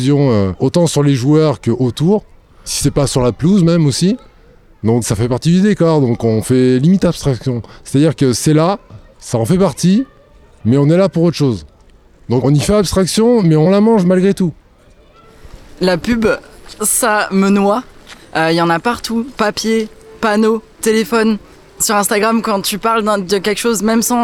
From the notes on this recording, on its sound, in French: Microtrottoirs enregistrés entre février et juin 2023.